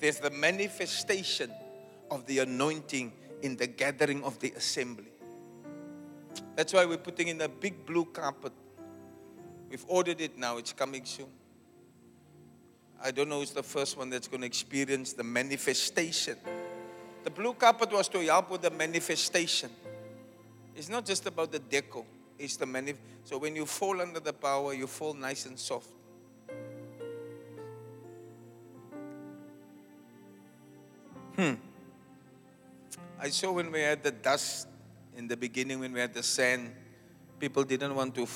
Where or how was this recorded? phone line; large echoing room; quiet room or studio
large echoing room